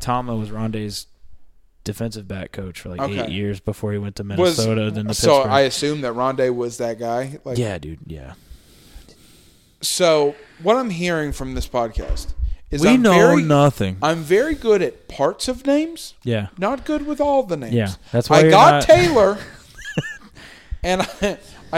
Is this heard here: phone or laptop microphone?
no